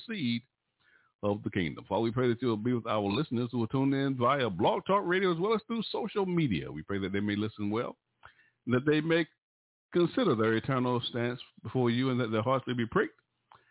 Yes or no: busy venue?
no